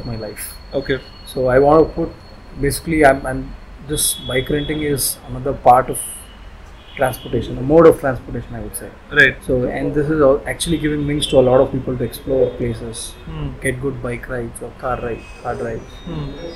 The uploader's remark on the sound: You may find somebackground noise due to the recording location